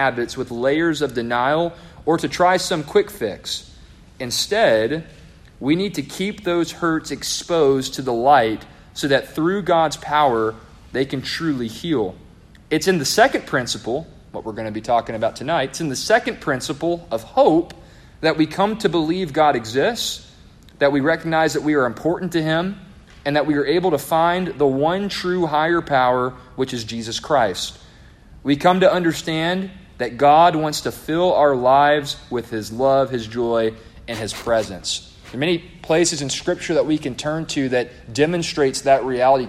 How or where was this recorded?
live audience